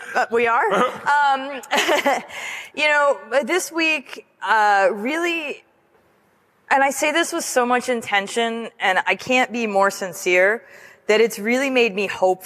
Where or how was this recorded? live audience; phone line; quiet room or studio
live audience